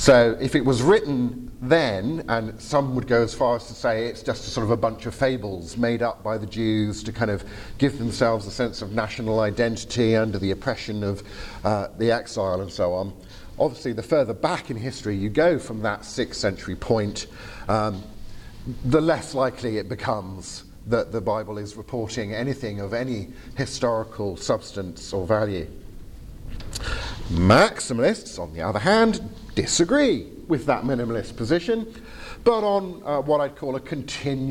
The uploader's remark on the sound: Lightly edited audio from my presentation. At the 2023 European Leadership Forum in Poland.